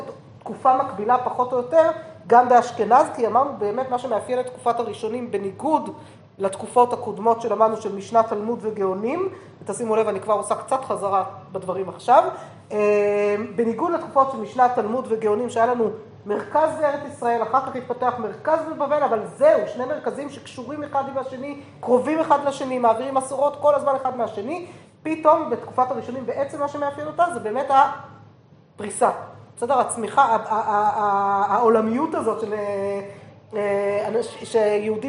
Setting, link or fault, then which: setting, live audience